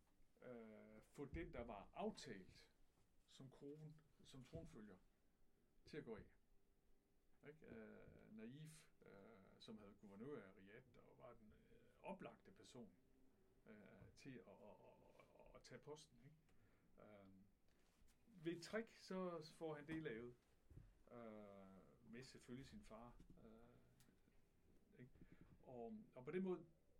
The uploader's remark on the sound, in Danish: Problemer med lyd - Ny version udkommer tirsdag aften !!